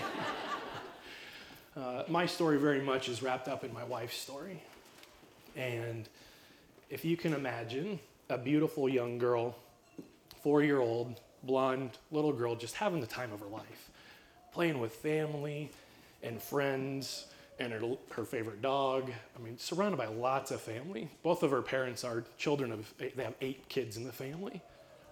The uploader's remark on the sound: LIVE recording. Blue Ridge Estate Vineyard & Winery hosted their first Personal Growth Day, where five top-tier motivational speakers from the US and Canada delivered presentations.